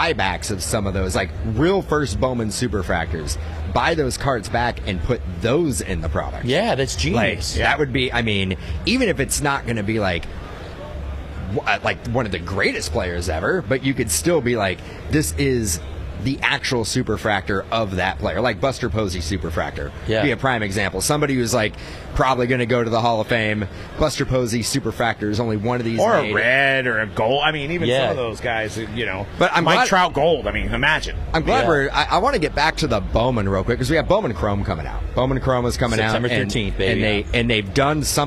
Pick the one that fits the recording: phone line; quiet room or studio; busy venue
busy venue